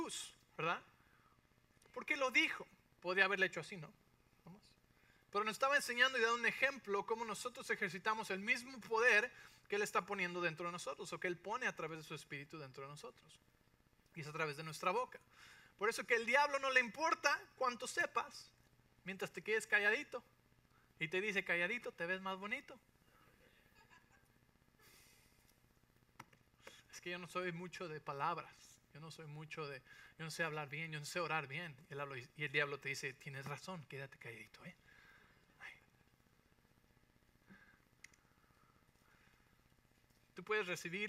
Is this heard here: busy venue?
no